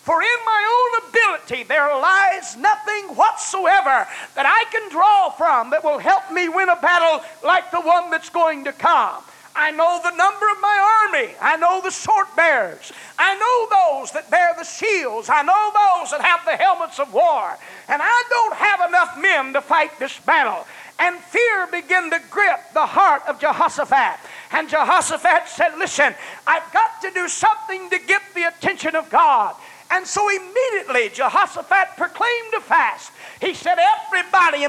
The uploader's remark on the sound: recorded on January 21, 1990 at First Apostolic Church in North Vernon, Indiana